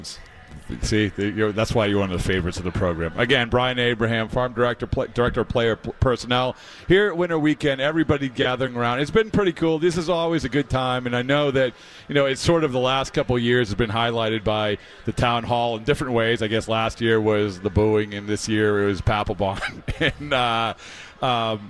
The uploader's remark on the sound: Live from Red Sox Winter Weekend.